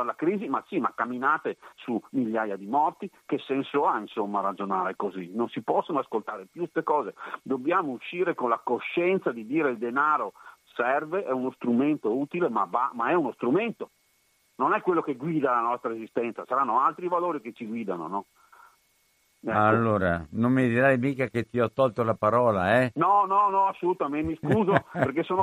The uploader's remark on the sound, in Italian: Parliamo al telefono